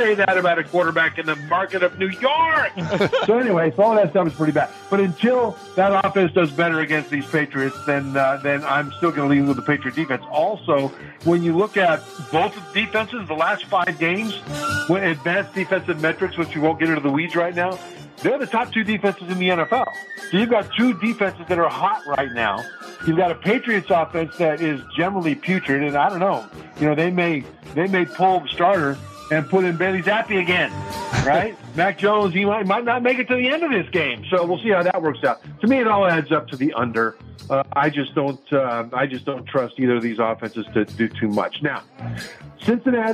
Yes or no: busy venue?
yes